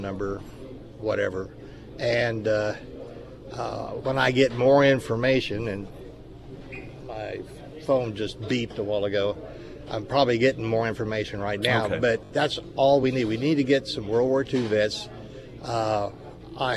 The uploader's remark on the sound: live at Scramblers Diner.